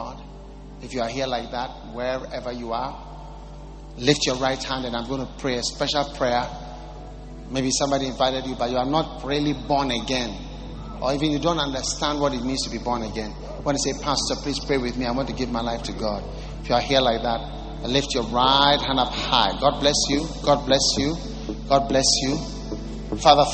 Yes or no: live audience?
yes